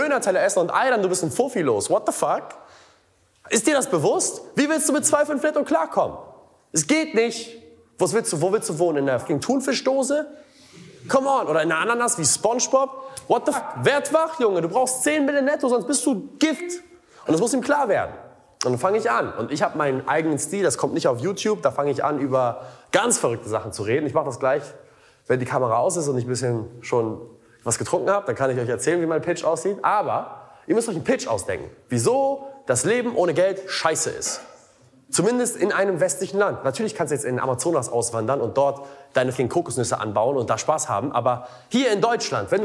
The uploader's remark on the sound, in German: im Rahmen eines Vortrags auf dem "Sell like Alex Event"